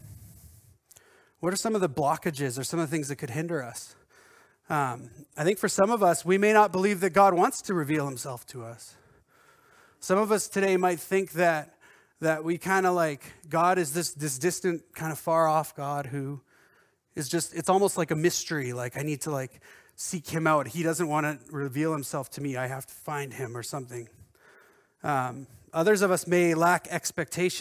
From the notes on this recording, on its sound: At our Edmonton Gathering in October at Crosspoint Church